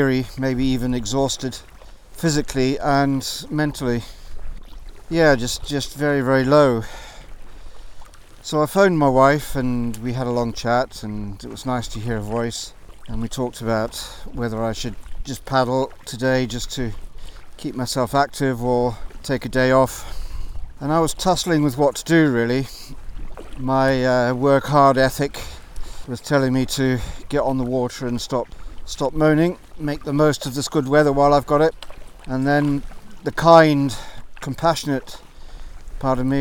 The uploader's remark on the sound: This episode was recorded live as I paddled out of Loch Torridon, on the north western coastline of Scotland.